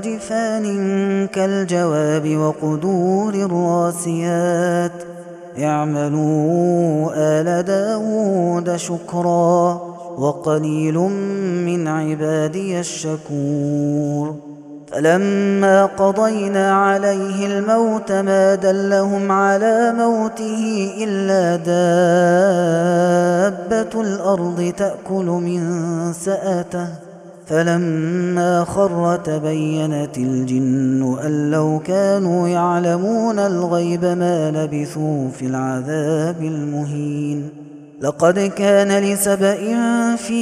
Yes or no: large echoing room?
yes